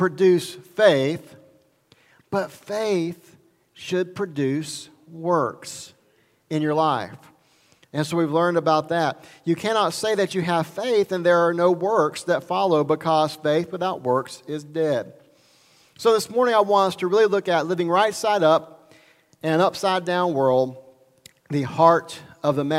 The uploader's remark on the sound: Recorded at Highland Baptist Church, Molino, FL.